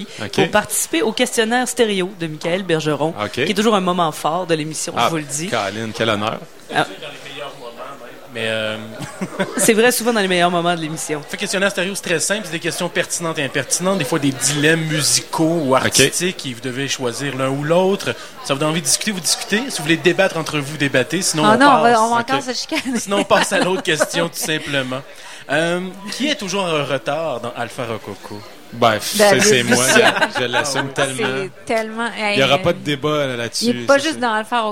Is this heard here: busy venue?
yes